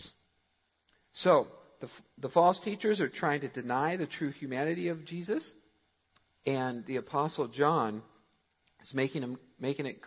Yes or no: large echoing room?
yes